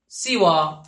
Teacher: سوى هالشكل السين مكسورة والألف مقصورة مو ممدودة، مو سوى سوى.